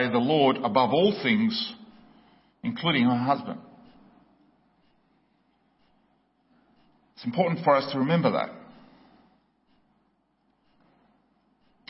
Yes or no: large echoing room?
yes